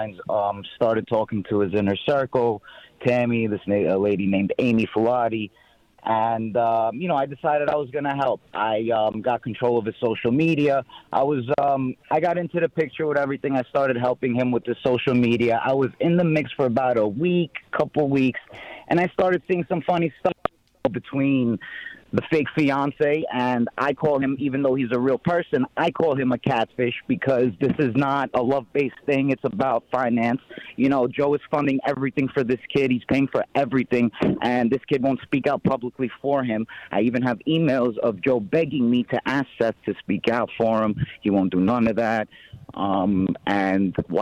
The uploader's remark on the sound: calling in to our show LIVE from prison